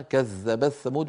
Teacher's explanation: ومنهم أبو عمرو يدغمون التاء في الثاء فيقولون كذب الثمود، ولا شك أنها أسهل.